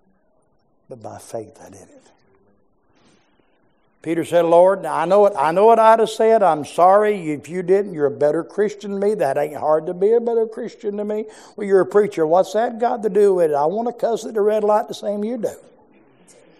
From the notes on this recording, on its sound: preached in our morning service